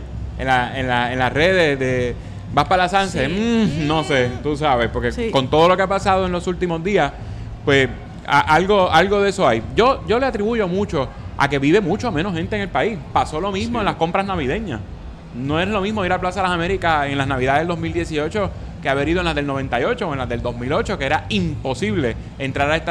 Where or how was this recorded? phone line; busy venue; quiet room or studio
busy venue